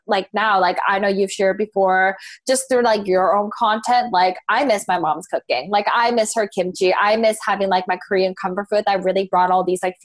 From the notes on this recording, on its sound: coming to you via our new bff, Zoom